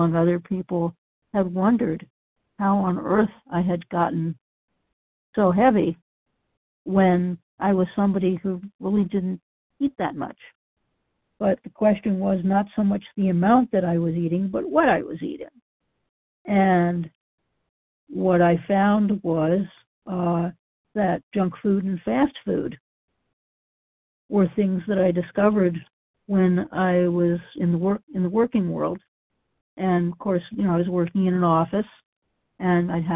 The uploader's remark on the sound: from the 100 Pounders Phone Meeting